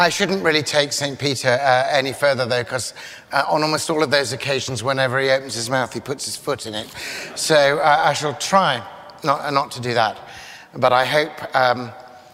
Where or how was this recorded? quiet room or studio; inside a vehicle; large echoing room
large echoing room